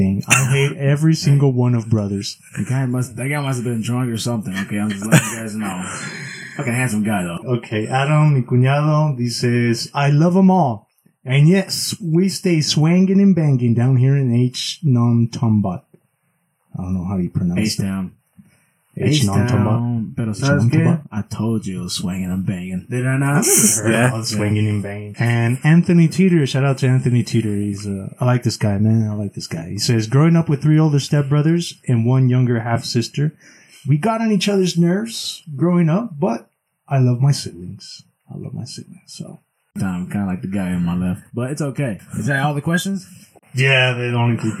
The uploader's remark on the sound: PLEASE EXCUSE OUR BAD AUDIO ON THIS EPISODE. WE APOLOGIZE AND WILL CONTINUE TO IMPROVE OUR RECORDING.